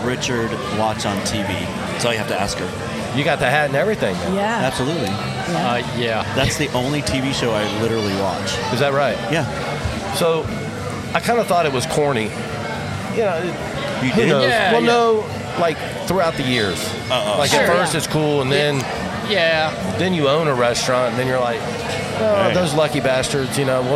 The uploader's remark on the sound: Live Watch Party Extravaganza at Palmer's. Step into the bustling atmosphere of Palmer's restaurant as we bring you a special live recording episode. Amidst the vibrant energy of the event. In the heart of East Dallas.